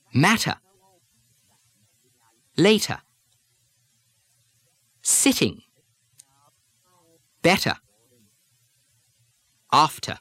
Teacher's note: the English don't change the medial T's to D's the way Americans do